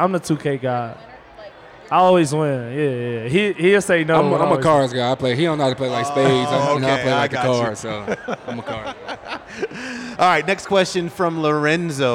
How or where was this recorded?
live audience